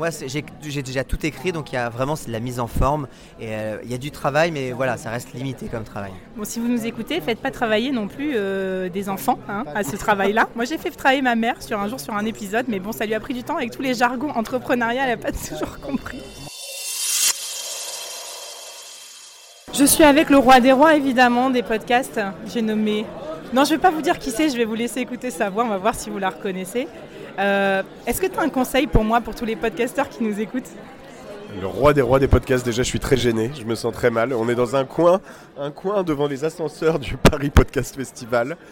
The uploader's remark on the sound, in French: j'ai pris mon micro cravate en direct du Paris Podcast Festival